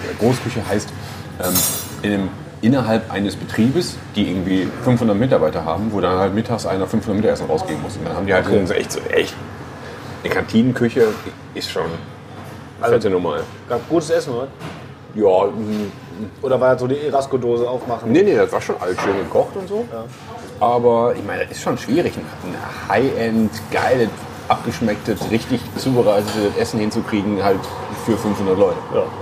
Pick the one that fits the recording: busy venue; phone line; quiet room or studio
busy venue